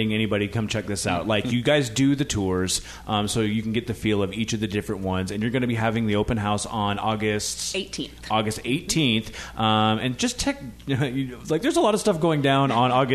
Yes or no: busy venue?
yes